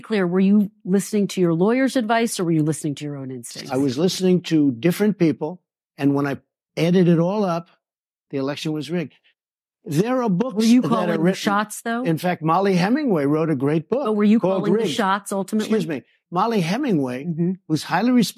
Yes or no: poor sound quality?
no